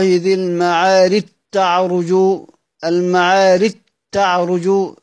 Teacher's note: هتلغي الجيم خالص وتقرأ التاء مشددة، المعارج تعرج كده. · Term: إدغام